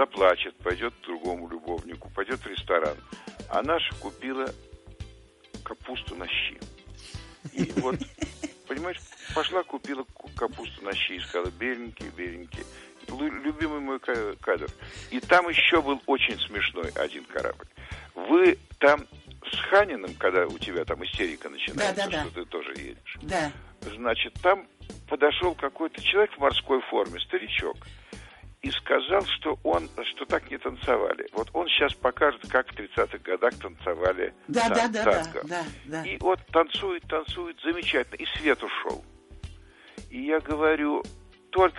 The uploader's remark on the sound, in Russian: гость по телефону